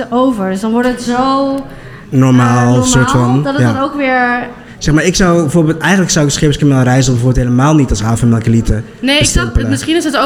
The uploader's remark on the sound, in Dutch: Live vanuit de Havermelkelite Food Night in het Scheepvaartmuseum in Amsterdam